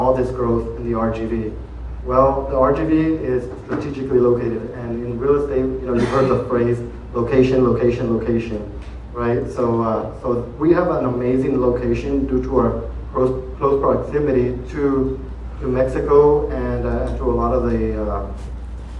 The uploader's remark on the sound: At the State of RGV Real Estate Forum. We have audio recordings of some of the keynote speakers.